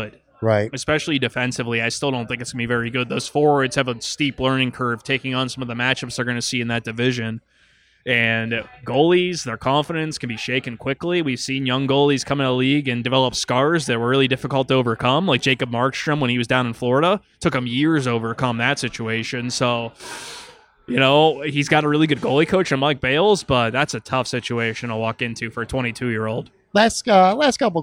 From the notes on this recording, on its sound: For some wings, beer and a conversation taped at Belt Line Brewery and Kitchen in downtown Buffalo.